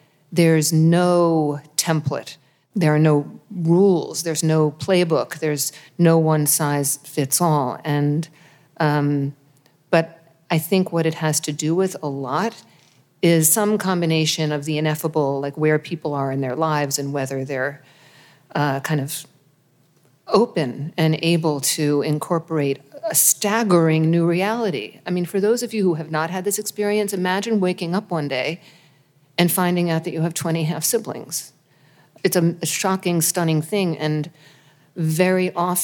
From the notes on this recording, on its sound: Family Secrets Live. Respond to questions from the audience.